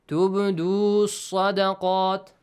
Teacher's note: the oo sound will be skipped here